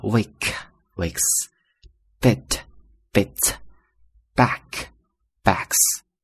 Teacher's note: 当这个名词结尾的这个音不振动的时候呢，那么它变为复数就发 s